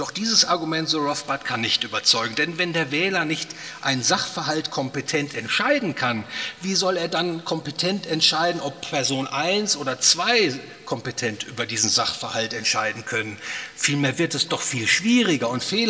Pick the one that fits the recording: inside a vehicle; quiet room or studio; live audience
live audience